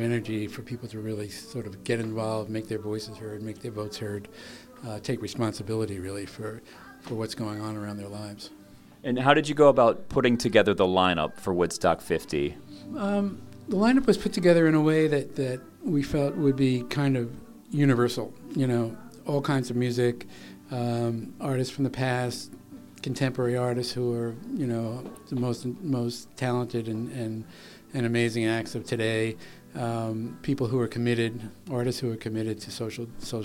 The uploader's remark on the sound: At the Woodstock 50 press conference announcing the lineup.